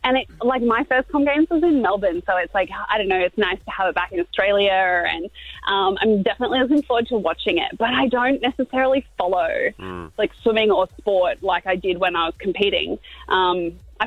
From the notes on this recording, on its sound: Today we played back the phone call with who we believe is an Irish Scammer… but to be allowed to play it we had to recreate the call, and that’s exactly what we did!